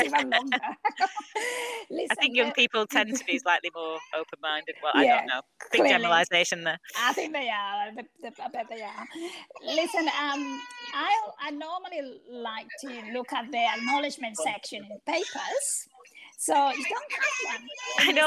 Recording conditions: sounds in the background